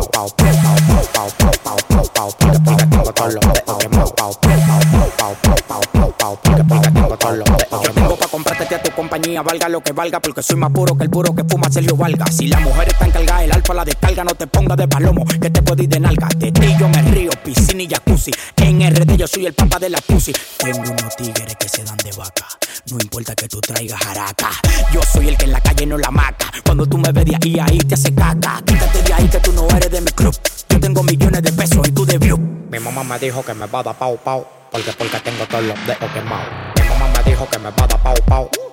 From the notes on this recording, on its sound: LIVE FROM THE CLUB